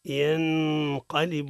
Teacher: النون عند القاف إخفاء بغنة ينقلب هكذا تقرأ.